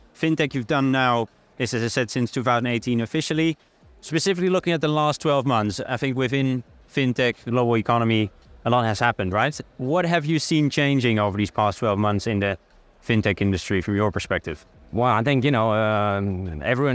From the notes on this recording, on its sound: special podcast episode recorded at Web Summit 2023